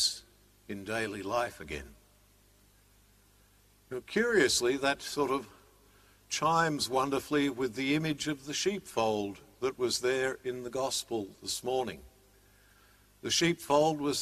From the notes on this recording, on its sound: Live-streamed 9.30 am Mass from Sacred Heart Cathedral, Hamilton.